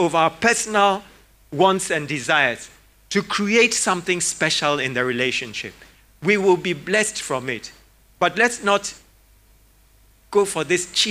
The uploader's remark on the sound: Sermon preached at CBC Shiashie Campus